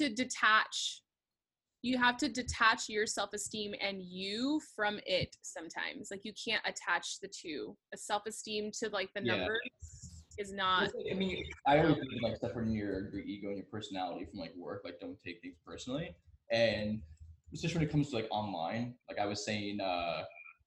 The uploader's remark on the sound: as we figure out how to use ZOOM for a podcast